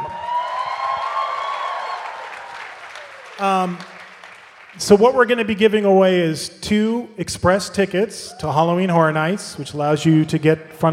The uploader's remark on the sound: Halloween Horror Nights at Universal Studios Hollywood, live from Midsummer Scream. This is the full panel presentation.